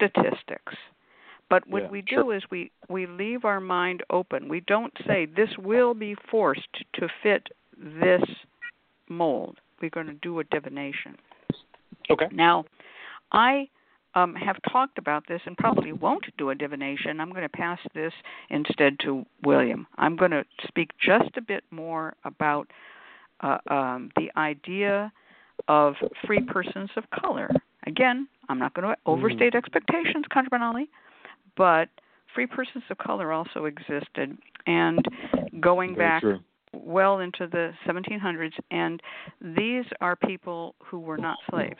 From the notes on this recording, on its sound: a real, live call-in show